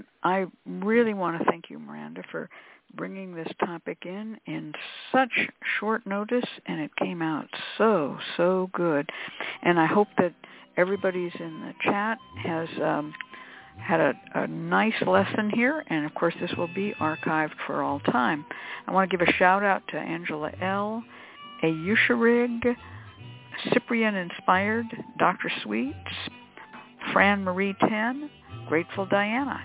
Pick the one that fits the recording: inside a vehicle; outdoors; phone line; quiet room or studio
phone line